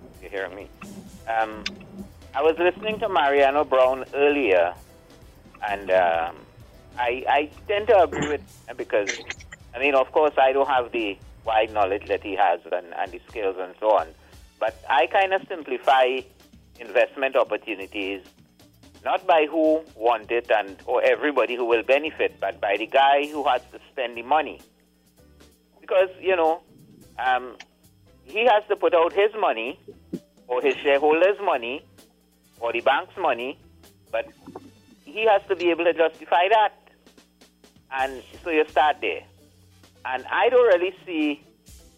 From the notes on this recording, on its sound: We take more calls from the audience.